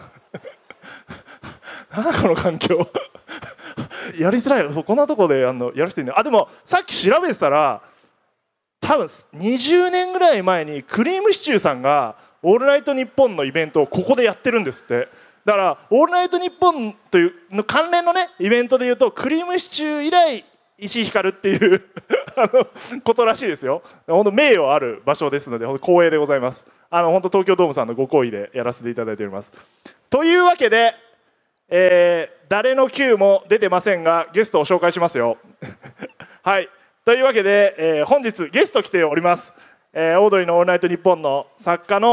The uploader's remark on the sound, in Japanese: ラクーアガーデンステージで行われた公開収録。